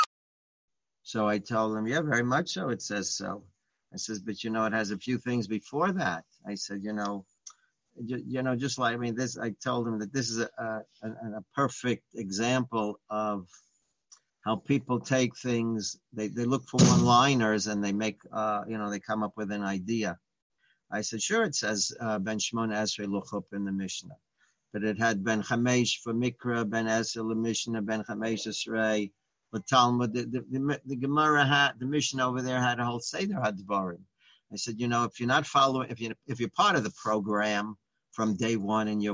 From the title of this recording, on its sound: Live On Zoom